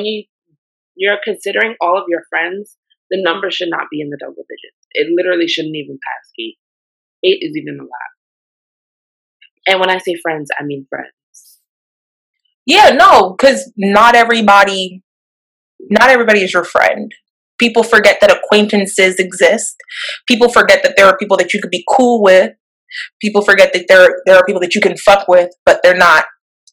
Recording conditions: poor sound quality